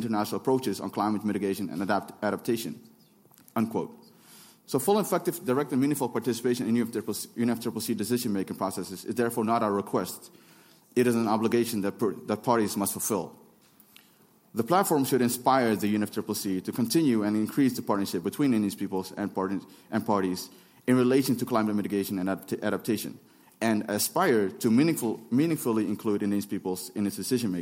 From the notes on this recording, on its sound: This presentation was recorded at the UNFCCC in Bonn at the first activity of the Local Communities and Indigenous Peoples Platform.